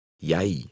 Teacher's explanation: remember the Y sound of an initial J